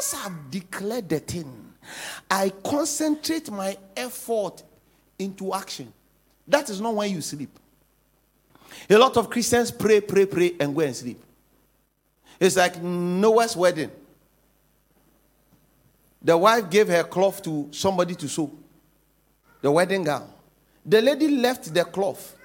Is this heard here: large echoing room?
yes